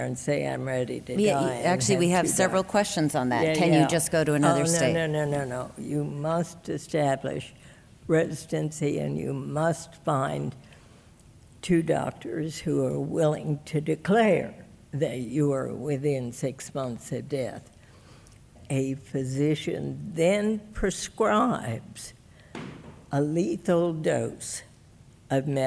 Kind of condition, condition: setting, live audience